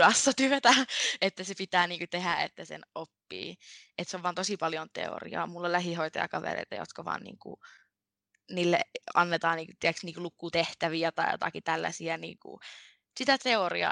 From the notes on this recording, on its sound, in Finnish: Podcast on äänitetty täysin etänä, koska sen tekijät ottavat ystävällisesti sosiaalista etäisyyttä toisistaan.